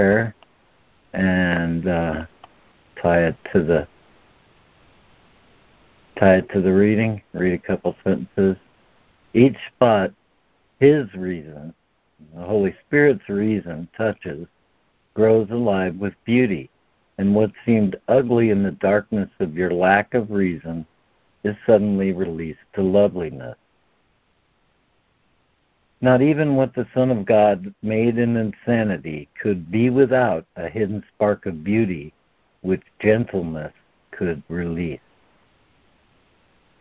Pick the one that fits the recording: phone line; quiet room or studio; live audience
phone line